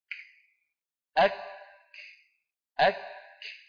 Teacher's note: صفة الشدة والهمس في الكاف والتاء ليستا في زمن واحد وإنما متتاليتين، الشدة أولا فالهمس